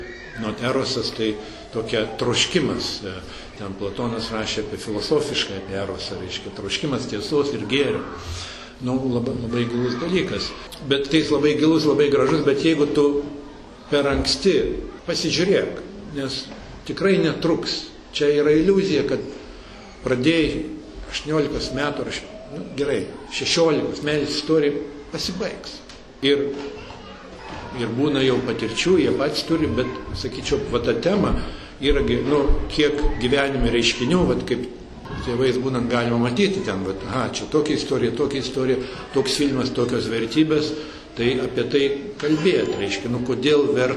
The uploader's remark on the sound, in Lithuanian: Įrašas iš šeimų festivalio.